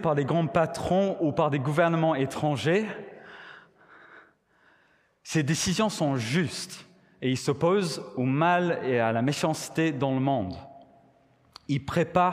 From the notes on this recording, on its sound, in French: Enregistré à l'église CVV